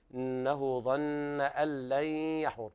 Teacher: إضغام بغنة ناقص لوقوع الياء بعد النون الساكنة